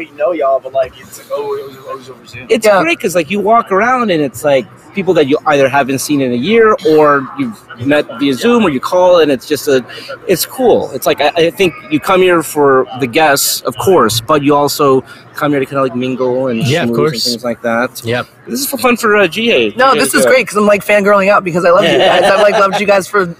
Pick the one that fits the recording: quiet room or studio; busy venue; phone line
busy venue